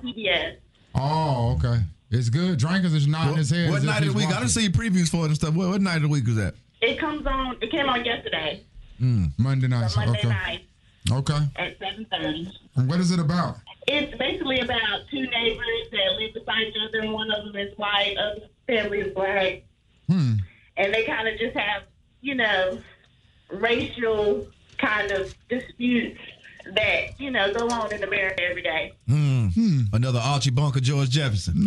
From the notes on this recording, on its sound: Today was TV Tuesday so folks called in telling us shows they were watching.